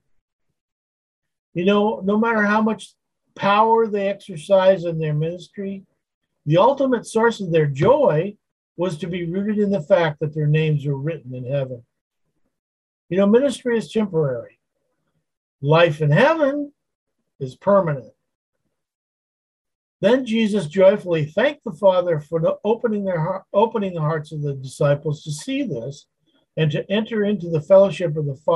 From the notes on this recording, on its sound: Wednesday Zoom study